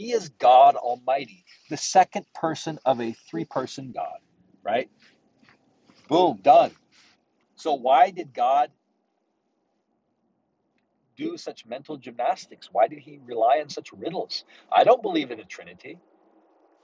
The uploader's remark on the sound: Sorry for any background noise!